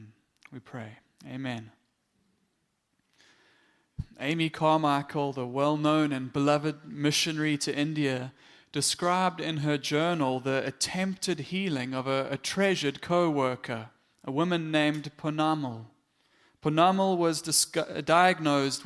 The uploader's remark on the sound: Morning Worship Service - 18 September 2022